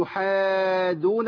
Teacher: لابد من تمكين الدال الساكنة وبعديها الدال المتحركة · Term: الدال مشددة